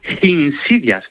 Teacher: Bueno, pues este Arrio, en lugar de decir insidias, tal cual, como en español, sí, insidias, él decía insidias, con una H aspirada al principio